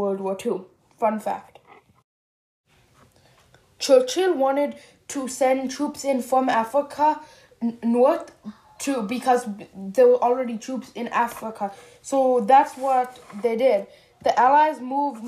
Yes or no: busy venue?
no